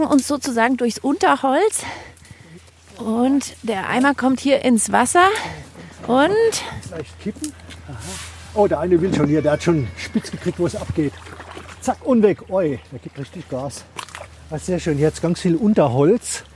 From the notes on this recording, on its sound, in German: Ist live bei der Bachauskehr dabei. Im Auer Mühlbach.